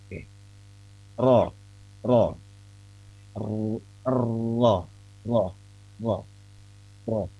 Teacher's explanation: pergetaran untuk huruf roh ini itu sebetulnya tidak sampai harus bertikrar atau bergetar sekian banyak ya, tapi cukup sebetulnya dua atau tiga, dua atau tiga getaran.